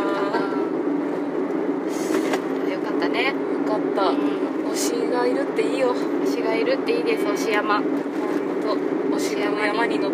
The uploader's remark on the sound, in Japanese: 山より、雑音すごいですのでご注意ください！騒音だな。